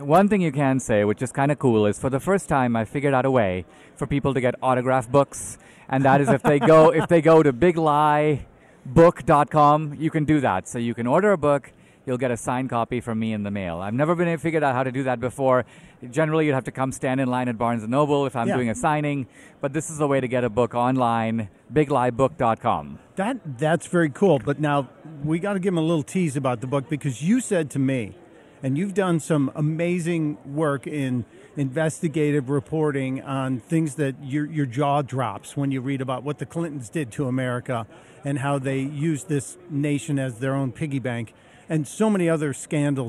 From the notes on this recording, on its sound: Live form Freedom Fest. On The Blaze Radio.